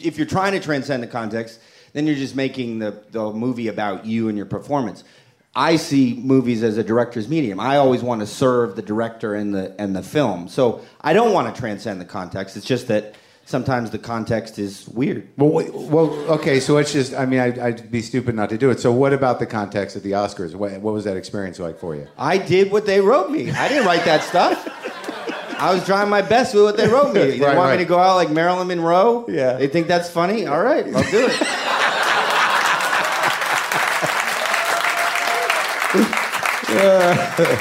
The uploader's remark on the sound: It's Live WTF from SXSW.